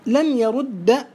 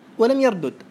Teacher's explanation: لم يرد بالإدغام ولم يردد بالإظهار، ورد بالإدغام وردد بالإظهار